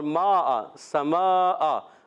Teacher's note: دو ڈھائی الف یعنی چار پانچ حرکات کھینچ کر ادا کریں گے · Term: مد متصل